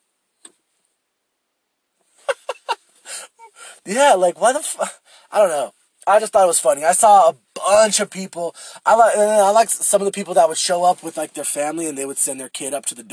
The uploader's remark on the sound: I record in my shitty Lexus